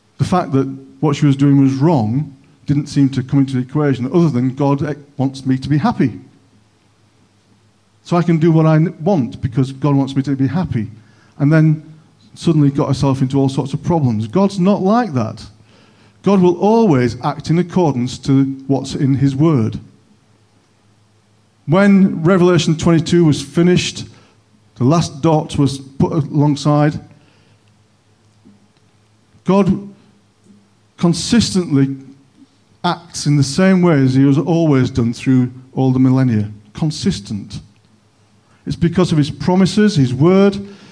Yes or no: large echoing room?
yes